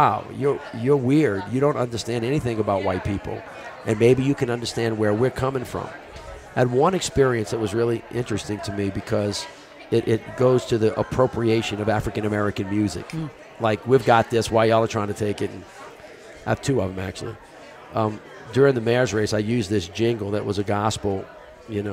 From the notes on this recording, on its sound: Both conversations are held at the Aspen Ideas Festival